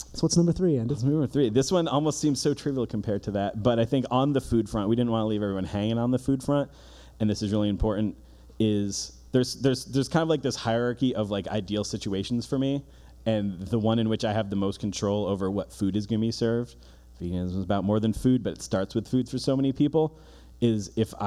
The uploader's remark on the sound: This week The Bearded Vegans present a very special live episode recorded in front of an audience at the Compassionfest Holiday Bazaar in Hamden, CT.